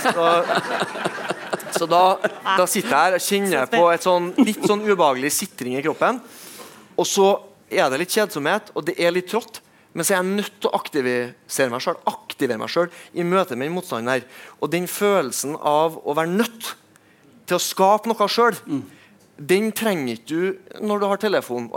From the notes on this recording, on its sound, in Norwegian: Adresseavisens panelsamtale fra Litteraturhuset i Trondheim